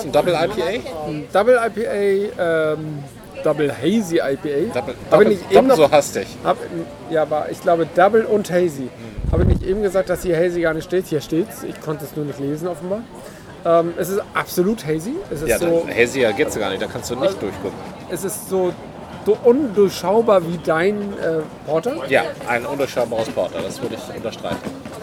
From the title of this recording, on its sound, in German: Unterwegs: #BerlinCraftBeerCrawl - Straßenbräu, Bräugier und Berliner Berg